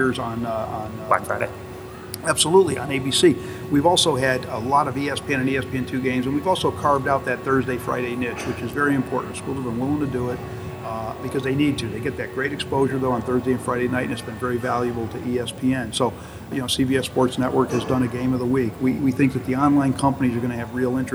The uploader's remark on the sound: In Mohegan Sun Arena at the American Athletic Conference Championships. Just ahead of the Championship Game.